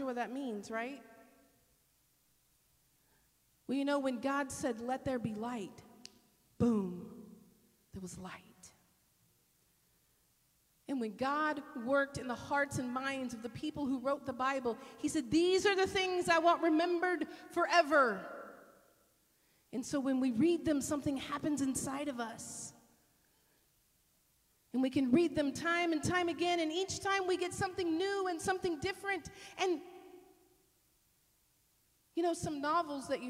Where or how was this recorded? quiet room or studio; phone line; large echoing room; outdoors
large echoing room